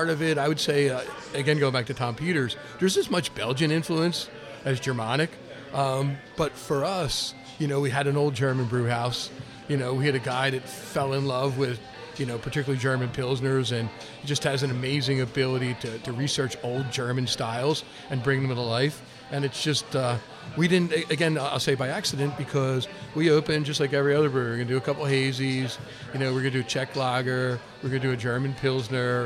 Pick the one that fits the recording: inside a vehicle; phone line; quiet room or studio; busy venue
busy venue